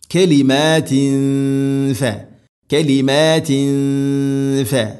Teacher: തൻവീനു ശേഷം ഫ ഇഖ്ഫാം ബിഗുന അവ്യക്തമാക്കി മണിക്കണം.